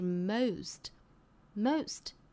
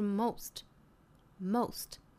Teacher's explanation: Most 这个单词呢，英音和美音的发法，我们注意英音里面呢，这个词有一个双元音的滑动 · Shown in: first take · ，这里面是 most. Most.美音的话是 most.